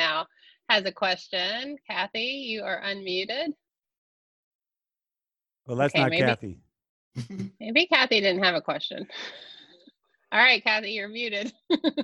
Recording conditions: video call